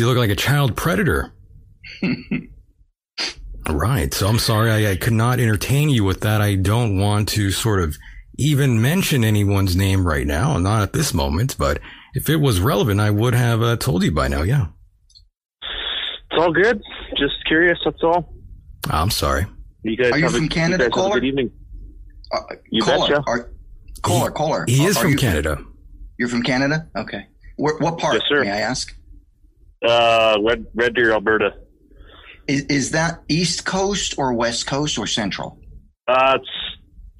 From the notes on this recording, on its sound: Listener phone calls.